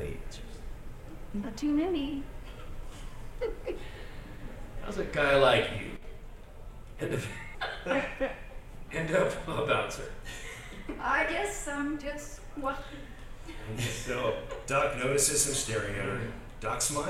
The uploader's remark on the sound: Live From L.A. Comic Con